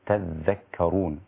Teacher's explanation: قرأها شعبة بالتثقيل أو بالتشديد تذكرون هكذا